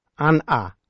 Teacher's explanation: When preceding a vowel at the beginning of a syllable, the vowel begins abruptly rather than smoothly following whatever precedes it · Term: glottal stop